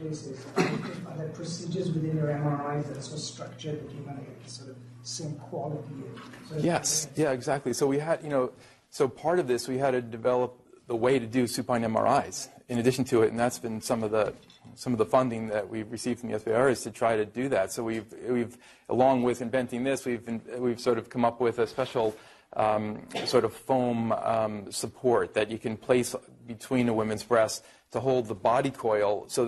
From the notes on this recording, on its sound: Norris Cotton Cancer Center Grand Rounds presented on August 28, 2018